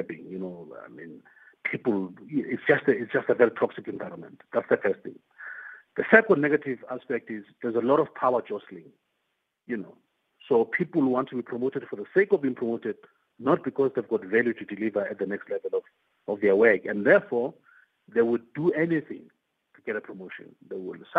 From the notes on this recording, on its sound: Guest on the line